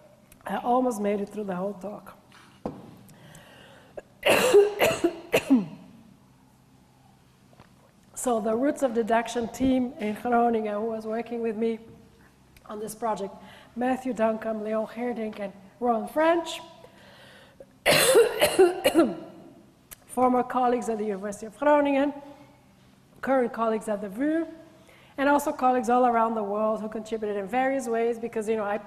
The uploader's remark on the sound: Gives a public lecture.